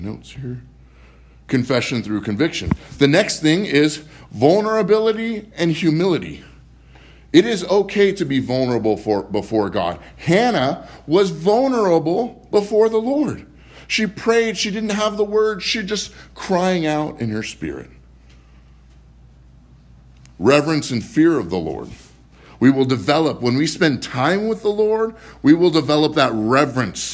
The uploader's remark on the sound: Live From Living Word Lutheran Church